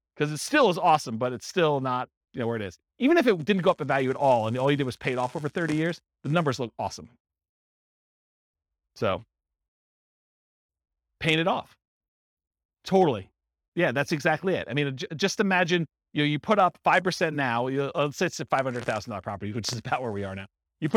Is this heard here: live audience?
yes